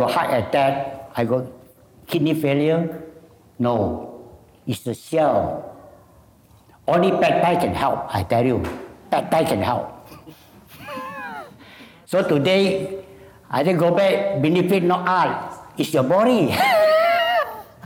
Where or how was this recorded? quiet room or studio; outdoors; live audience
live audience